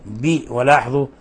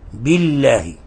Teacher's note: ولاحظوا كيف رققنا الباء وحققنا الكسر